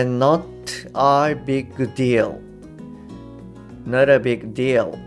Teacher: ビッグのグですよね。グっていう音が、えー、脱落しちゃいますよ